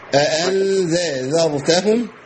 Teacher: احنا قلنا الذال لا تبدل بضاء